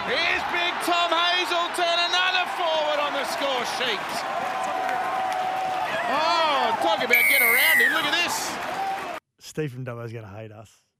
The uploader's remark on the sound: Live from Edgbaston ahead of day 4 of the Ashes.